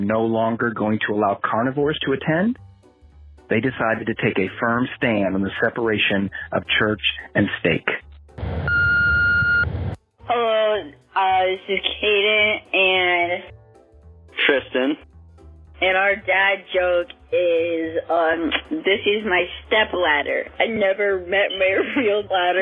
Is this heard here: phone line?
yes